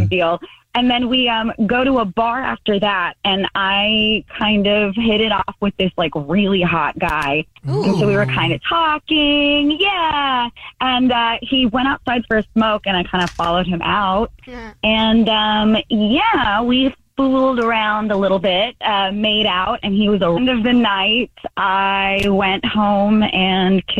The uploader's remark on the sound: the caller on the phone